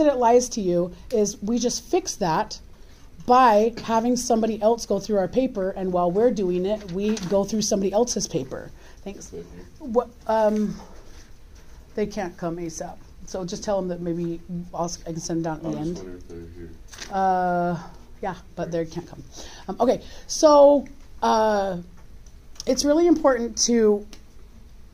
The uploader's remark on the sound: This is a recording of an in-class formal guided peer review for the Grit Paper in CE English 1010.